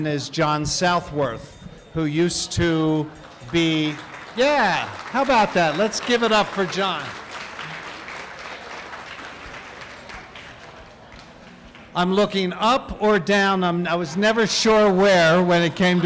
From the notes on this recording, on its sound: General Meeting and Political Action Committee Luncheon at the 40th NAATP Anniversary Conference of the National Association of Addiction Treatment Providers (NAATP) at the Interlocken Resort in Denver Colorado.